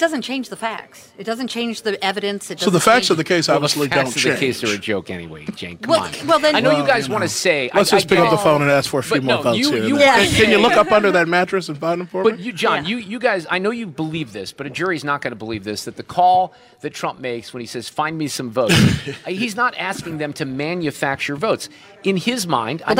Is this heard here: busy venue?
yes